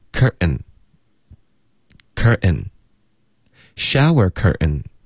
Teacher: curtain 的这个 ten,特的音也会用一个喉音停顿